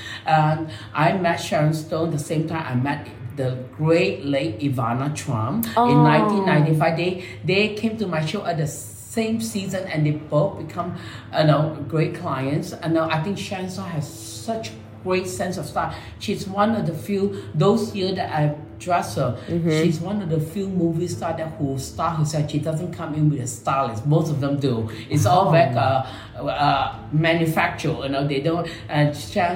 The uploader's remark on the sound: Live at his Manhattan Showroom. Interview was live in the showroom, so audio echoes slightly.